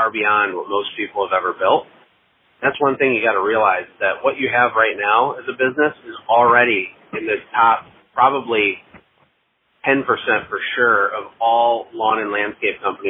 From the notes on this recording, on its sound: LIVE Coaching Call